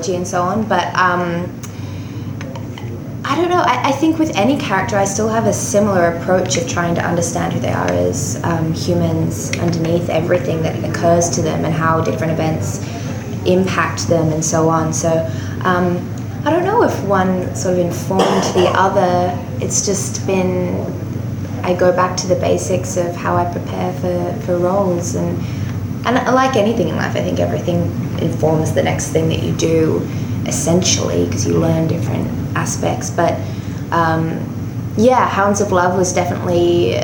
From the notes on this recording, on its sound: NOS4A2 SXSW 2019 Press Conference.